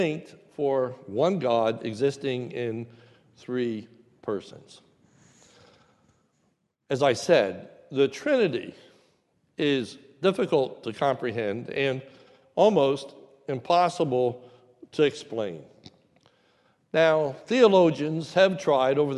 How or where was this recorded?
large echoing room